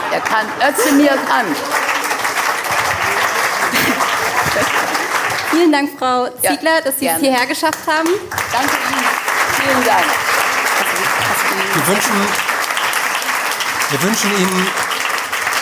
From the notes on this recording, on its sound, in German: Aufgezeichnet auf der Eat Berlin. In die Bar jeder Vernunft geladen. Während der Regen auf das Dach prasselte, war das Spiegelzelt in Kerzenschein getraucht.